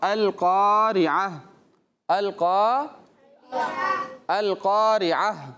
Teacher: اس گول تا کو ہم یہاں پر وقف کی حالت میں ہا سے بدل دیں گے، یہاں پر اس کی حرکت کو نہیں پڑھا جائے گا.